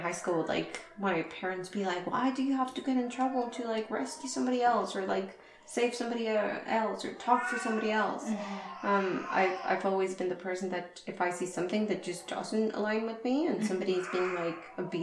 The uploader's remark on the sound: Complementary background noise